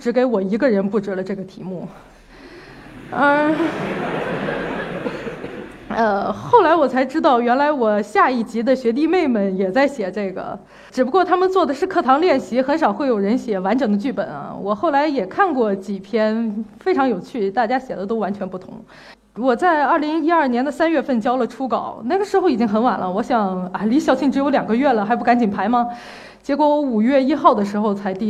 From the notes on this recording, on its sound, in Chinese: 一席现场